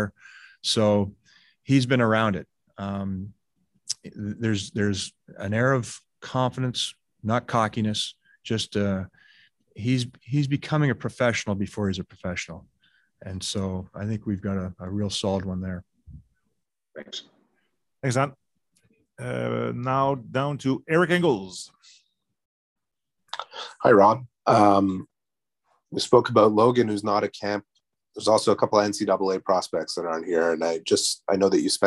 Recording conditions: video call